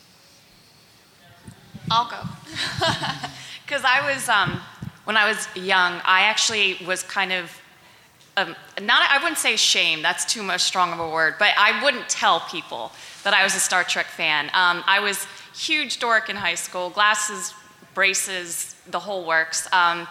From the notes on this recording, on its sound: At Star Trek Mission New York, just days before the 50th anniversary. This week’s episode is a recording of the panel.